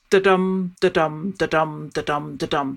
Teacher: And iambic pentameter means the pentameter part is five feet in a line. And the feet go unstressed, stressed